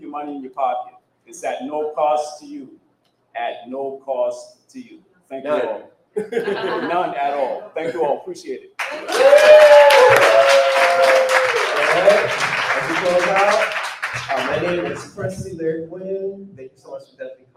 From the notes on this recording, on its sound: This is a playback from the C.O.L.O.R.S. Poetry Book Release Party on Sunday, September 24, 2023 at The Sparrow Comedy Bar in North Charleston, South Carolina. Recording the event on live stream, performances from some of the most talented poets in the area.